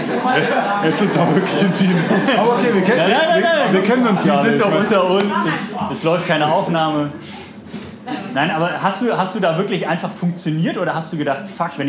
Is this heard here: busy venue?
yes